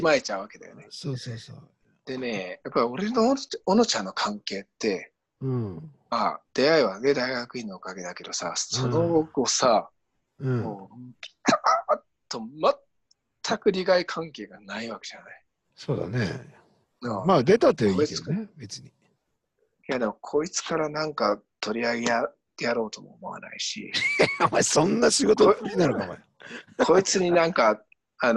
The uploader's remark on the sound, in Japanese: 長野県を結ぶZOOM録音です